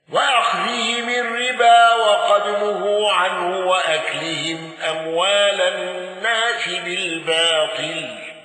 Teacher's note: دوري أبي عمرو بإمالة الناس